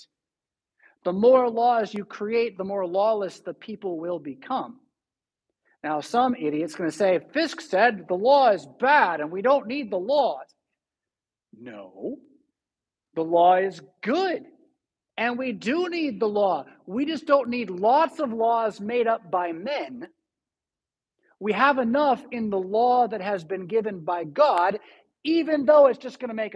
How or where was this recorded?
large echoing room